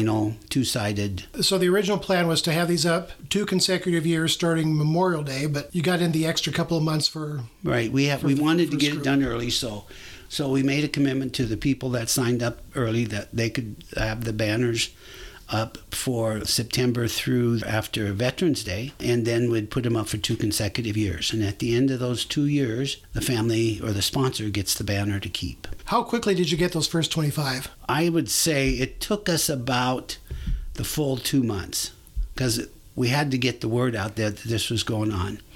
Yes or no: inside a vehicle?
no